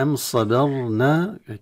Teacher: الصاد نفخم، الباء نرقق، الراء نفخم، والنون نرقق، يعني تأتي بين التفخيم والترقيق والتفخيم والترقيق.